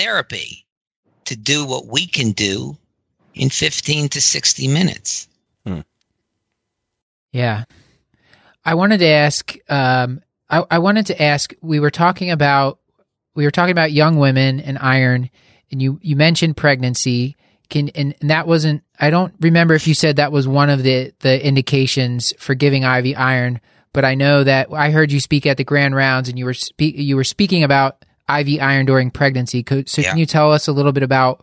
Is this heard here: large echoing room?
no